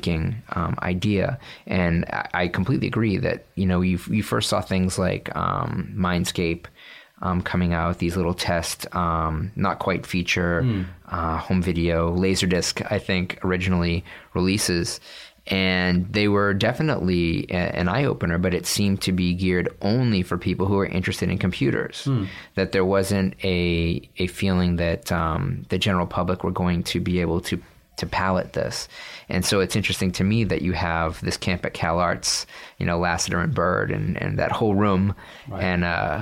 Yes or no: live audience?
no